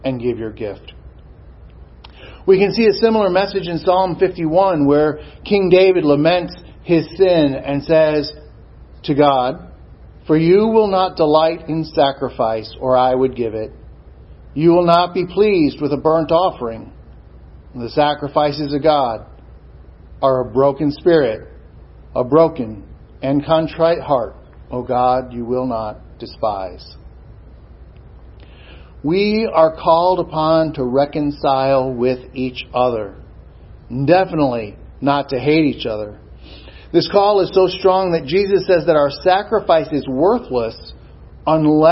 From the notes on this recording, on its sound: Sermon preached at Swordbearer Chapel, Society of St James VFW 8541 San Antonio, TX